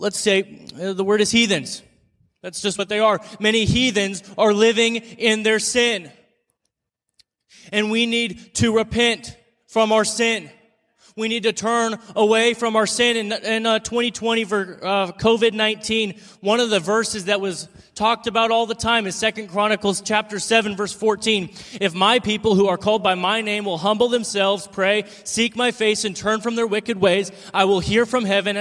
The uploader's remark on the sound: In today's show, I share with you my speech at the Determined Patriotism Conference.